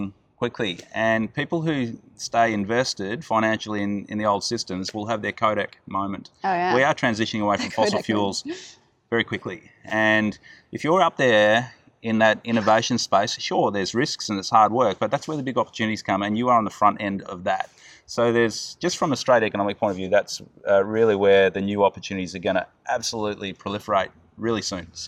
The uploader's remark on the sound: We decided to record this episode outside. Pop up urban garden in the car park of his inner city offices. For those listeners out there who haven’t had exposure to your typical inner city Australian birdlife, apologies in advance, they do settle down after a while…